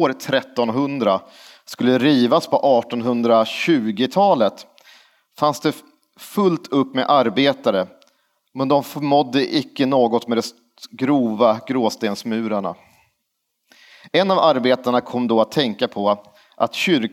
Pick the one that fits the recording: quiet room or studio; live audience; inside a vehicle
live audience